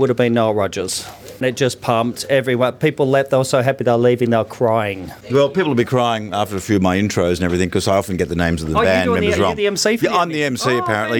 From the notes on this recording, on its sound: First in a series of interviews with the audience and artists recorded during the Totally 80s tour across Australia in July. You’ll also hear from perhaps the wildest show of the tour in Sydney, as I braved the over excited Totally 80s fans to find out how THEY enjoyed the Enmore Theatre show.